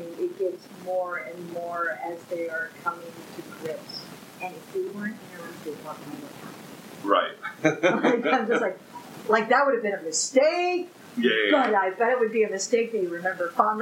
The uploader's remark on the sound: We apologize for the sound quality on this episode. The quality does improve as the episode goes on.